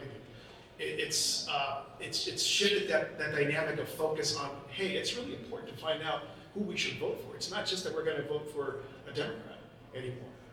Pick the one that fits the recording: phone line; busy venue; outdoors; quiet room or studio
busy venue